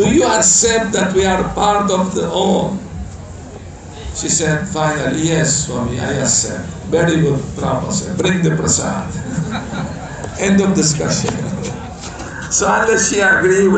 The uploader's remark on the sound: Lecture tonight in the Ratha Yatra festival in Georgetown Guyana